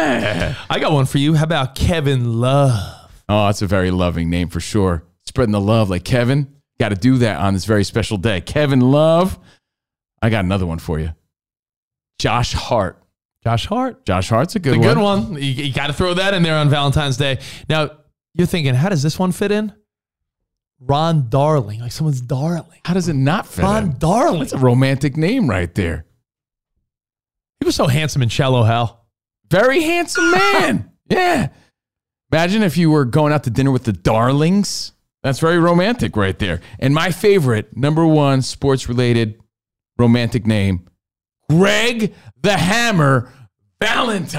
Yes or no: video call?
no